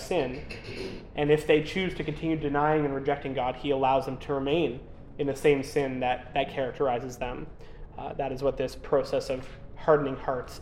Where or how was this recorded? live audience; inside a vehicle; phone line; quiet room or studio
live audience